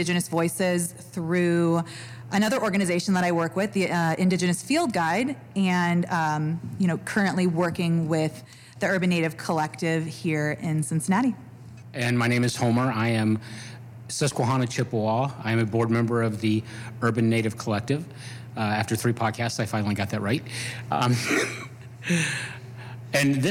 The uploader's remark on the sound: Live from the Cincinnati Playhouse.